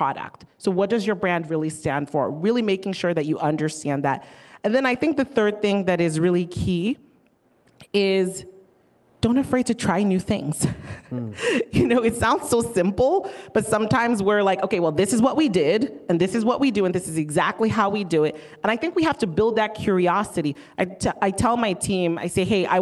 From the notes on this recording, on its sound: Recorded at AWNewYork 2021